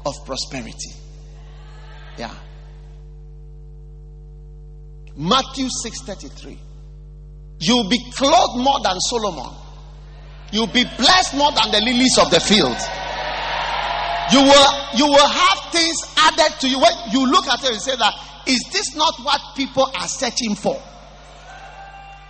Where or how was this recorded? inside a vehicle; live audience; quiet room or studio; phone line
live audience